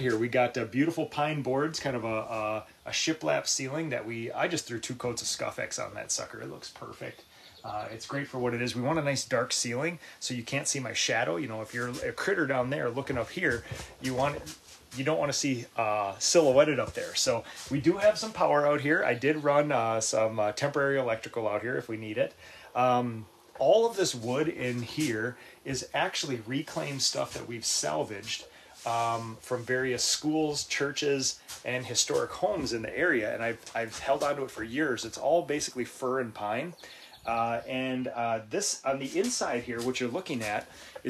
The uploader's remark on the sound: Live from the #boxblind on the #slavikfarm!